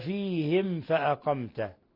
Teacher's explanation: ميم ساكنة جاء بعدها الفاء، الحكم التجويدي إظهار شفوي، بل هو من أشد حالات الإظهار الشفوي